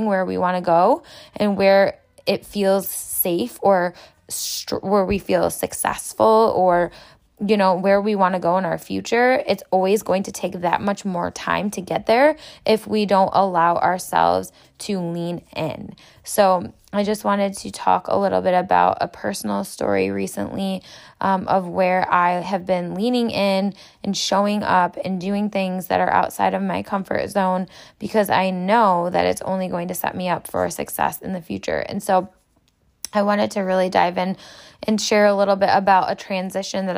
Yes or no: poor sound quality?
no